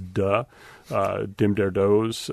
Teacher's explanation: The what we call stopping, so the TH sounds not being pronounced as th and the, but as duh, dim der does type things